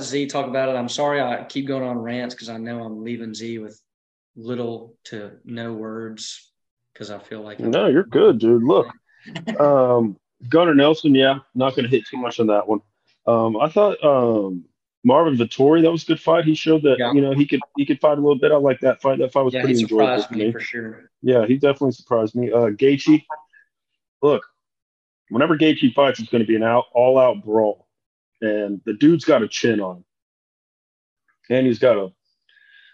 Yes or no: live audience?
no